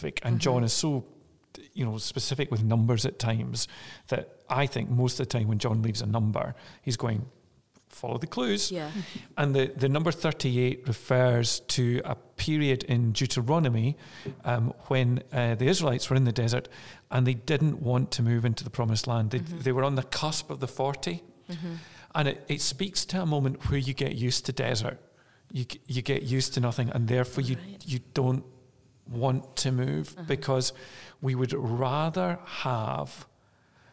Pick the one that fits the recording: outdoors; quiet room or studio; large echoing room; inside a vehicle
large echoing room